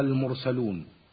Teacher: ونجد الراء ساكنة بعد الميم المضمومة من كلمة المرسلون، وحكمها التفخيم